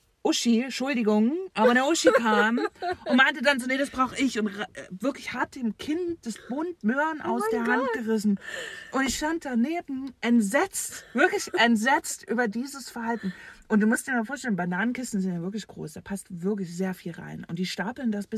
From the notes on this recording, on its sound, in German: Denn wir beide sind zum Zeitpunkt der Aufnahme tatsächlich auf dem Weg zu unseren Elternhäusern in Deutschland.